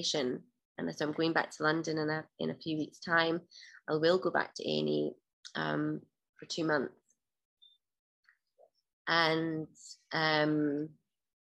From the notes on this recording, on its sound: This was recorded in May 2022 over Zoom.